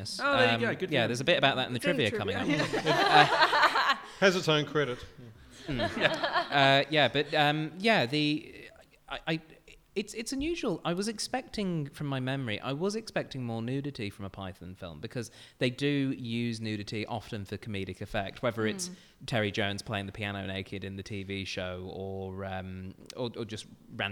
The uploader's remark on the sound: CCUC Live! A live audience.